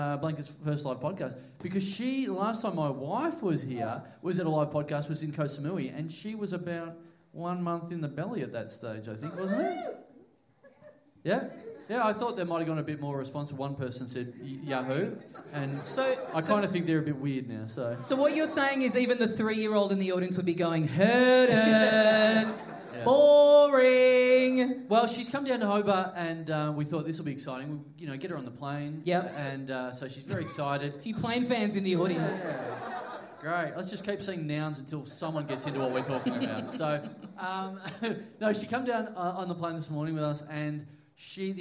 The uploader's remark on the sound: We’re back down in Tasmania this week, in front of a pumped-up crowd at the Uni Bar.